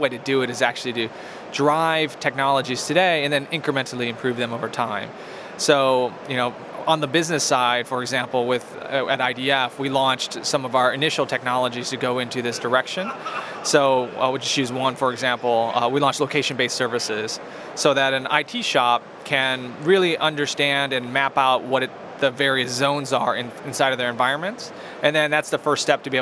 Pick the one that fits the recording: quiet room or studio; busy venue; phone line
busy venue